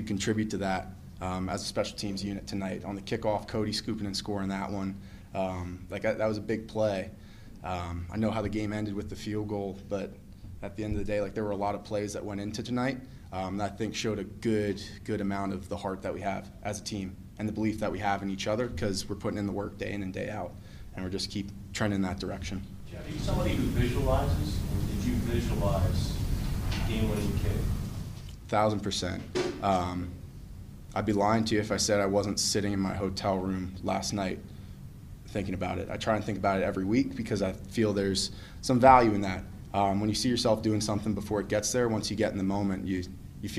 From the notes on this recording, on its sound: postgame press conference